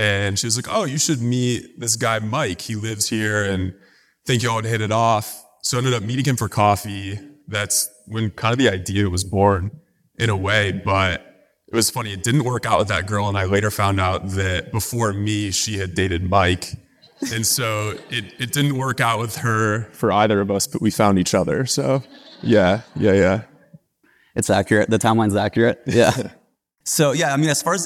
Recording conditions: live audience